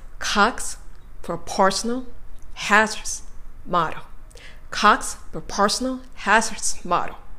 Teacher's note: 大きな4つの山が描かれるように発音されている